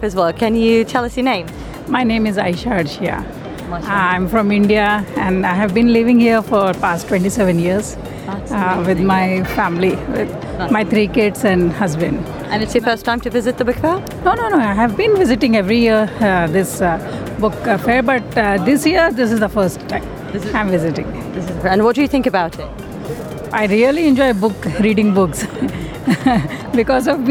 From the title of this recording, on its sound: Live from SIBF 2023